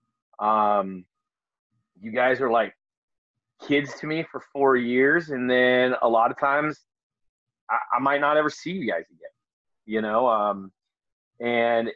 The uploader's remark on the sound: In this episode I sit, via Zoom